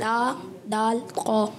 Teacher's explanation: زبان کی نوک اور اوپر والے دانتوں کی جڑ سے ادا ہوتا ہے